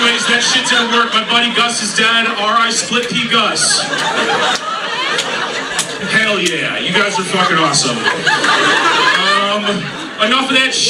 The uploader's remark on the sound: recorded following the comedy open mic at Fells Point Tavern